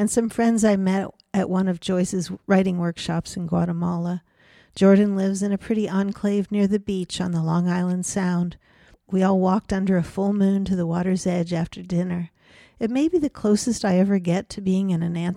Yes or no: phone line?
no